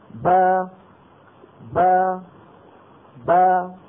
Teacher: ابتعدت الشفتان عن بعضهما، هذا مخرج الباء الأصلي، ورافق وزامن هذا التباعد بين الشفتين تباعد بين الفكين، با كتب كتب كتب، الفكين عن يبتعدان عن بعضهما عند النطق الكاف والتاء والباء من كتب، بهذا خرجت الباء المفتوحة.